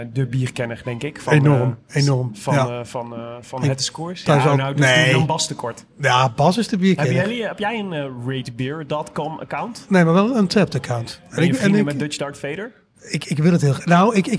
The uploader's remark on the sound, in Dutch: live vanuit Brewpub de Kromme Haring in Utrecht